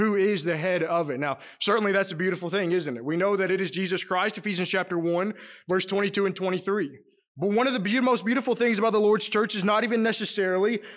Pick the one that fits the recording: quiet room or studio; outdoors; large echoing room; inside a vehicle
large echoing room